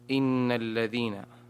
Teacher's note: والحكم التجويدي في إن، نون مشددة حكمها الغنة